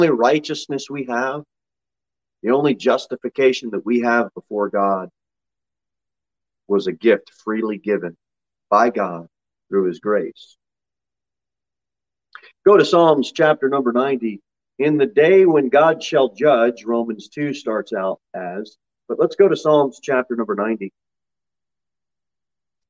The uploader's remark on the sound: Sermon delivered at Pilgrim Baptist Church.